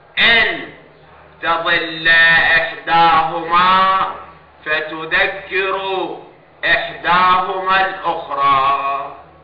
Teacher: حمزة يقرأ بكسر الهمزة إن